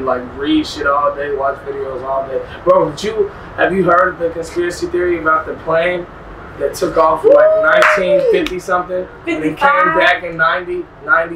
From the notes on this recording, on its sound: Recorded at Wireless Festival in London, U.K.